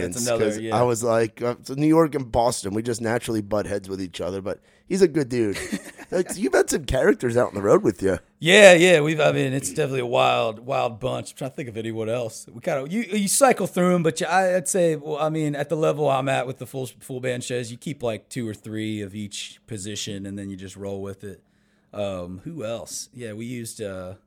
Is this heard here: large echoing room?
no